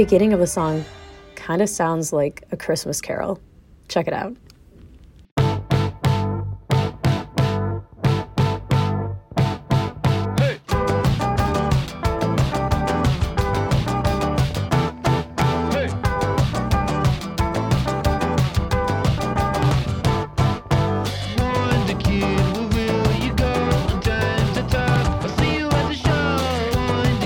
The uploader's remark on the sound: Live: From the Minivan